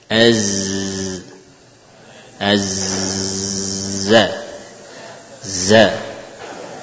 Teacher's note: Za diusapkan tanpa hams, tanpa aliran nafas yang banyak.